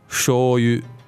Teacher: it's a long vowel for the sho and then a short vowel for the yu